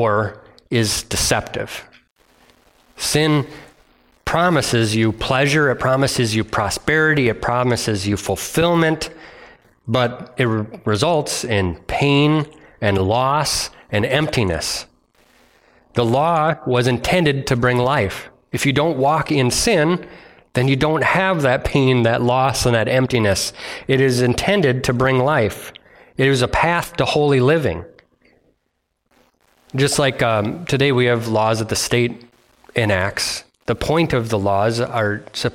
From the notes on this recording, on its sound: delivered on Sunday, October 15th at Bible Center Church in Maiden Rock, WIsconsin.